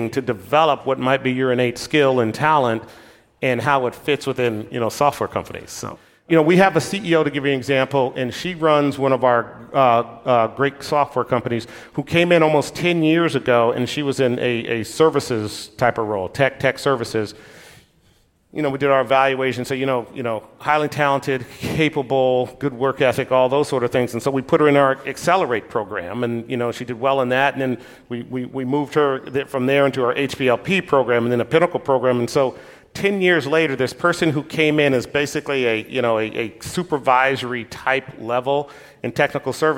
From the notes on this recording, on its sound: Recorded live at Summit LA 2019.